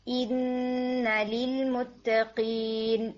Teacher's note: آپ کا حمزہ اور پھر نیزل ساؤنڈ ڈسٹنکٹ ہونی چاہیے